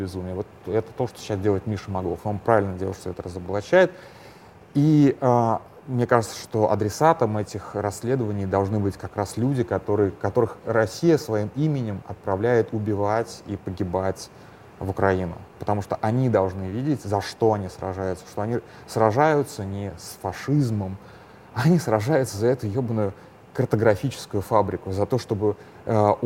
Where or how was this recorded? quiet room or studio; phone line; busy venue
busy venue